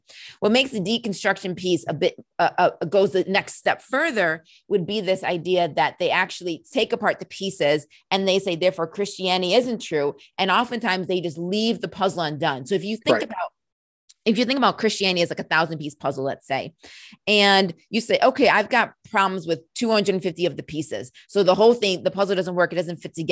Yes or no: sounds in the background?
no